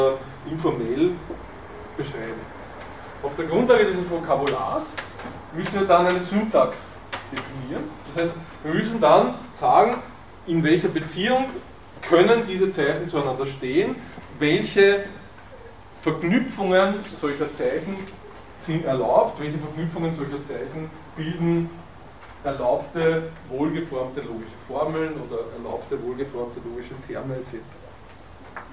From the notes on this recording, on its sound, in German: Diese Vorlesung wurde von Studierenden aufgenommen